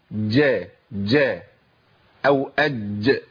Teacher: في ناس بتنطق الجيم مشوبة بدال